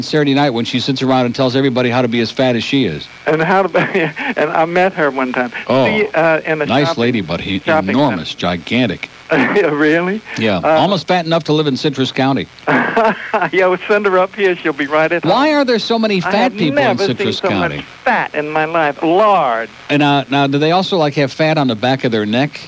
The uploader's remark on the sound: 2nd day of WIOD simulcast on 620 WSUN in Tampa. Gets calls all over the state.